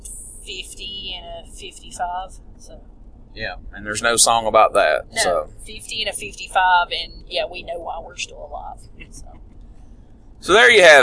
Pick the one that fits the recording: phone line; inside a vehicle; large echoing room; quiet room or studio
inside a vehicle